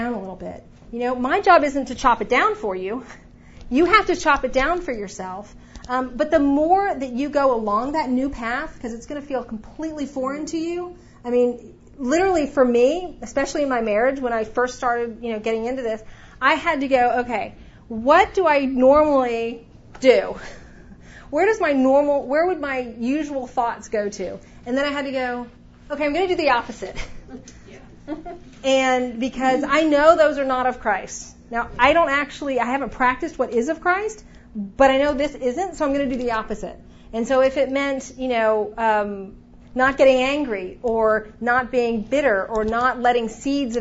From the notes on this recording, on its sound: The following audio comes from the 2016 National Disciple Making Forum with Discipleship.org. One of those 10 tracks was hosted by Downline Institute.